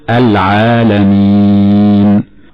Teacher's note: اللام الأولى لام التعريفية، حكمها الإظهار القمري لوقوعها قبل حرف العين